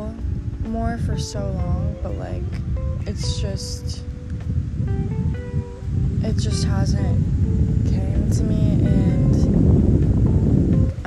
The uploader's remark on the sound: I apologize for the background noise such as wind, people, nature…my mic was not in sight